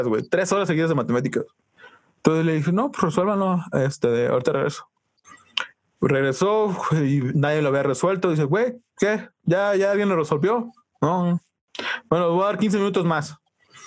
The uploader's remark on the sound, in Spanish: disculpen el mal audio pero tuvimos fallas técnicas y tuvimos que tomarlo de Zoom